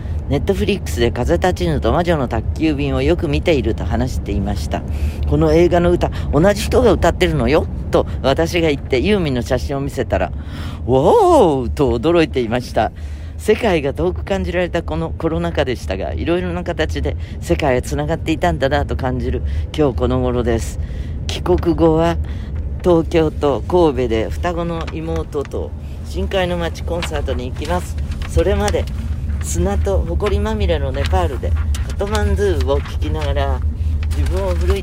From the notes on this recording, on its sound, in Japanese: 今週も車の中からコニャニャチワ。